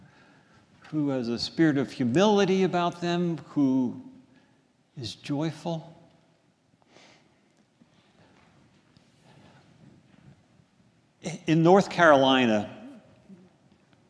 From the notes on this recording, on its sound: This is a sermon recorded at the Lebanon Bible Fellowship Church in Lebanon, PA during the morning worship service